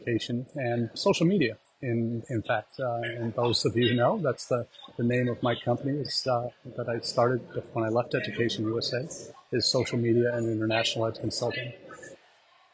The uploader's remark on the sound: Live from Tashkent, we are doing this week’s #livechat from the South and Central Asia #EdUSAForum